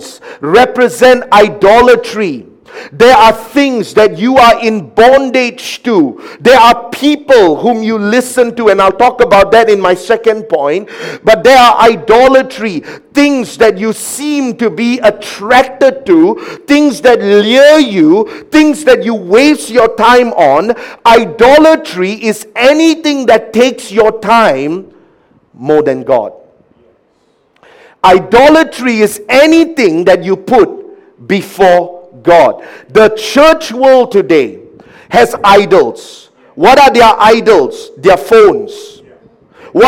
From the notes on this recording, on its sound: A message preached during our Tuesday Evening service.